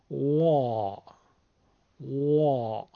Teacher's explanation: حرفی است نرم و کش میاد. غلیظ هست. حرفی است غلیظ و کش میاد. به این کش اومدن حرف واد وا میگن استطاله.